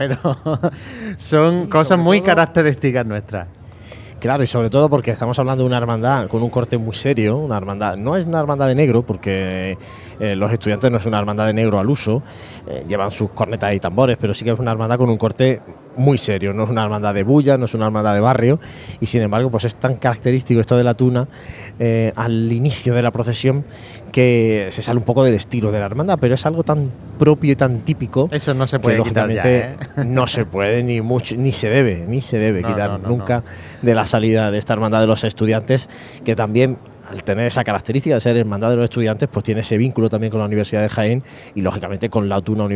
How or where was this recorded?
busy venue